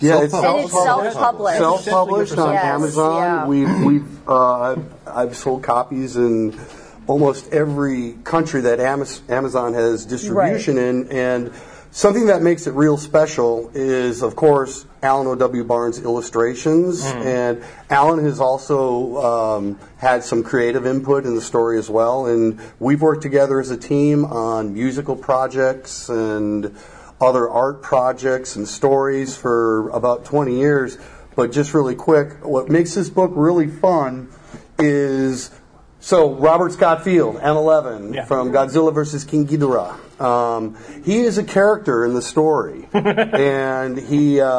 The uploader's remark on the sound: Live from G-Fest! Live from G-Fest 2016. Sit down for a late night impromptu podcast.